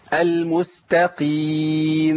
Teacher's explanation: انا عملت رخاوة، زودت الصوت وعملت غنة مبالغ فيها